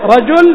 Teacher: يجوز لنا أن نسكن عينه فنقول رجل